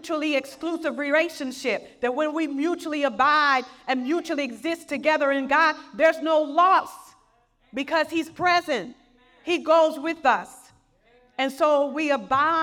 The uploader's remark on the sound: Message excerpt from Bethesda Women's Conference in Missouri